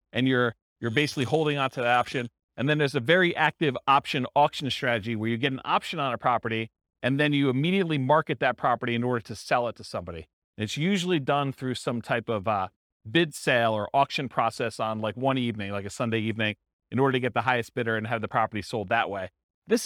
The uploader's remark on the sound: This was a live class recorded